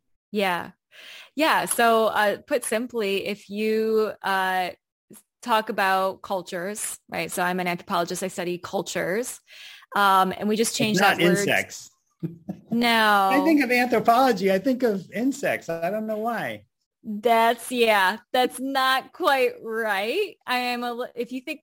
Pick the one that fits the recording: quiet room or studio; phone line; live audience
quiet room or studio